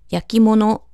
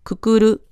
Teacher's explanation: A becomes E and O becomes U · Shown in: second take · and it's not a vowel, but key becomes C. · Term: the rule of vowel changes